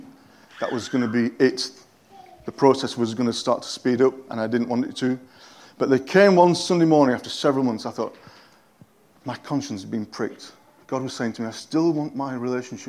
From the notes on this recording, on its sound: At King's Church, Cockermouth, as an audio file.